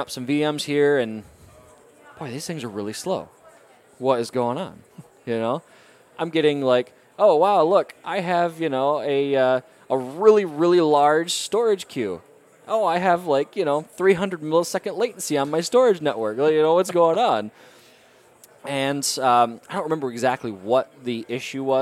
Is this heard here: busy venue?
yes